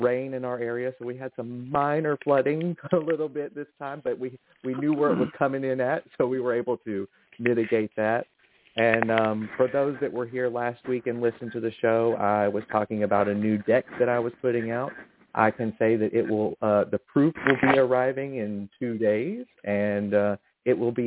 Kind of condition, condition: link, phone line